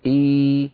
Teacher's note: هذه الياء لو نظرنا إليها مع الهمزة قبلها هذا بدل، لأنه همز ممدود إي، ولو نظرنا إلى هذه الياء مع النون التي بعدها نلاحظ بأن النون سكنت بسبب الوقف، يعني مد عارض للسكون.